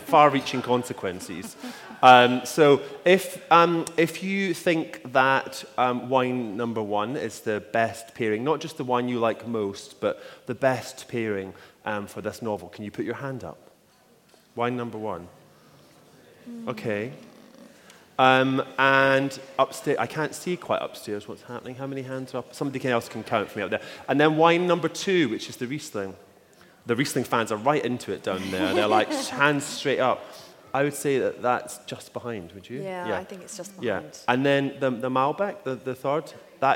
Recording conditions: live audience